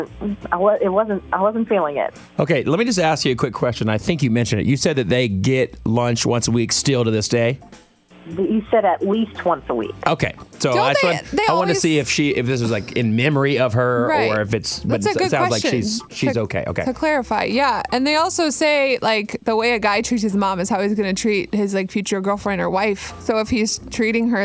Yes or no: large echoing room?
no